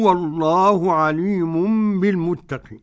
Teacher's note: وبالمتقين مد عارض السكون للجميع فيه القاصر والتوسط والمد